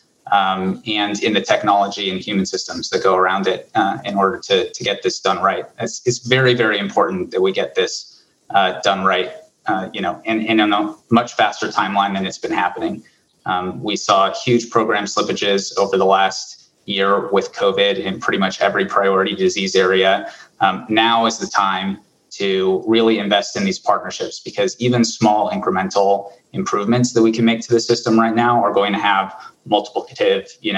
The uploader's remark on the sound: This is a recording of webinar discussion. Brought to you by the Bay Area Global Health Alliance, with Co-creation Hub, Mastercard and Zenysis Technologies, as part of Resonance's Inclusive Innovation Exchange.